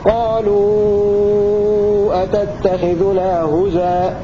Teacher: أما عند الوقف فله النقل هكذا قالوا أتتخذنا هزا، هذا نقل هزا بنقل حركة الهمزة إلى الزاي وحذف الهمزة